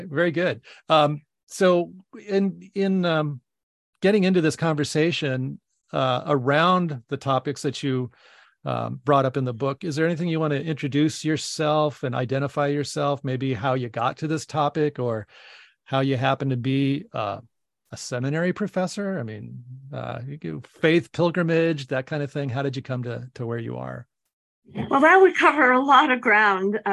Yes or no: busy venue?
no